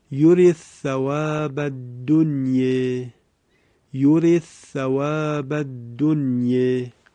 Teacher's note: دقت بفرمایید: یورید ثواب الدنیا، یورید ثواب الدنیا، که اینجا حرف دال کلمه یورید در ثاء کلمه ثواب ادغام می شود. البته دنیا هم با اماله تلاوت میشه